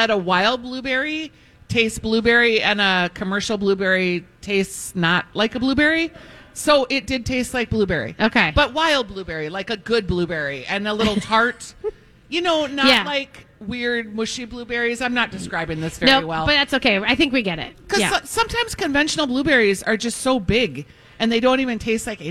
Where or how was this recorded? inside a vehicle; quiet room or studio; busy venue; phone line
busy venue